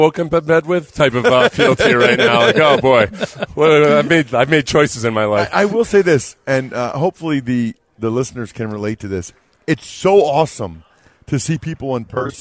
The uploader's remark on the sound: live at Radio Row in Las Vegas